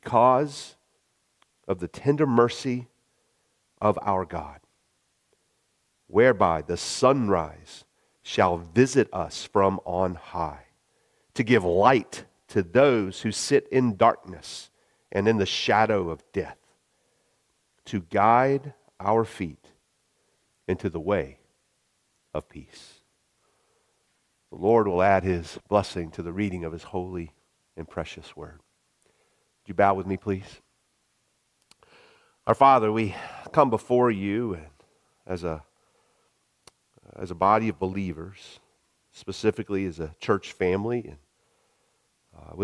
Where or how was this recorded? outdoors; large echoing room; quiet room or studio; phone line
large echoing room